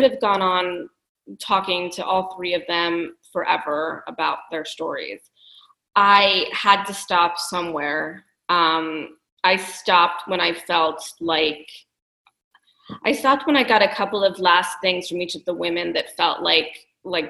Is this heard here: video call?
yes